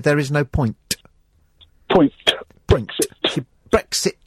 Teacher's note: she has to really overpronounce the T on the ends of words? She will actually say, instead of saying there's no point, she'll say there is no point.